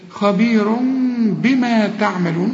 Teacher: هنا رسم لي ضمة وجنبها ميم، أصلها خبير، لكن كل تنوين زي ده بيجي بعده به بيحصل للتنوين إقلاب، فبيقول لي لو سمحت اقلب التنوين خبير إلى ميم واخفيها وغنها